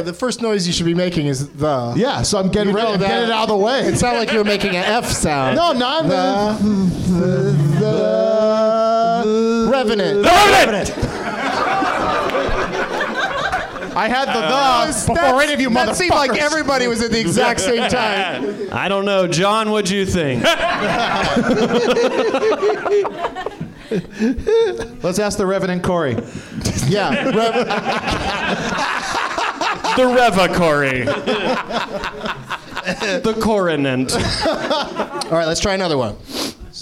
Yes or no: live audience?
yes